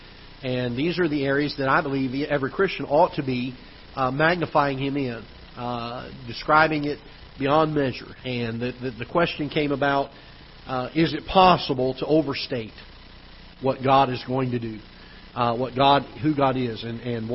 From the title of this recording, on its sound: Ketha Heights Baptist Church ~ Live Broadcast